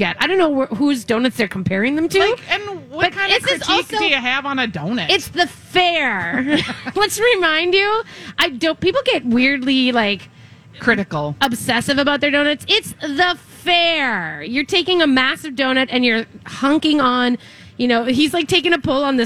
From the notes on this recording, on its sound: LIVE at the Fair! Weekly Dish broadcasts live from the MN State Fair!